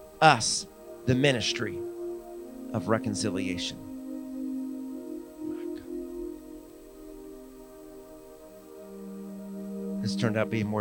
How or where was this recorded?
large echoing room